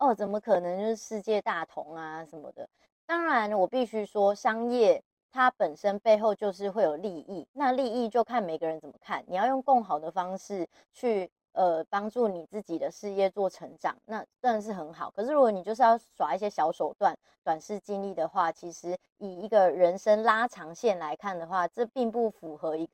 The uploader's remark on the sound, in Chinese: 大家這集耳朵辛苦了，回國換了一個麥克風錄音，真的很不推！